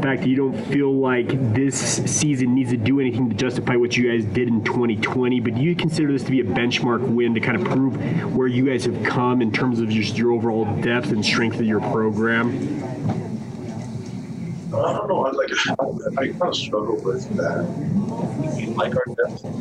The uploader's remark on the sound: Postgame Press Conference